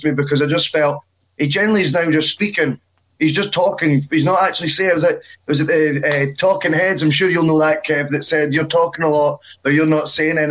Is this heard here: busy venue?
no